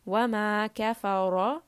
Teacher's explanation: So ra in this case has fatha, so we are going to make this heavy. Back of the tongue should be raised.